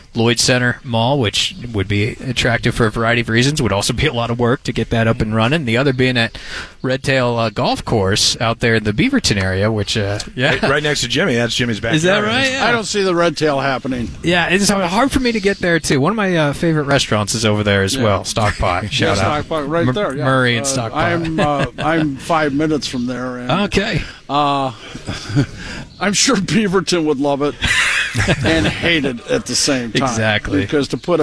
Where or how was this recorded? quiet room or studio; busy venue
busy venue